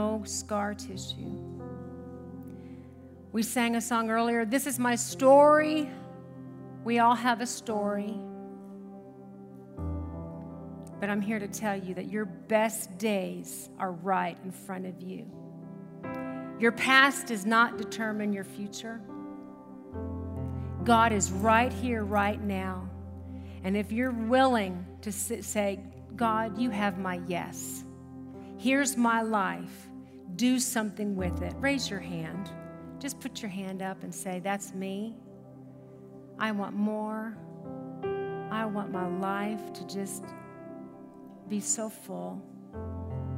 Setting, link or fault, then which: setting, large echoing room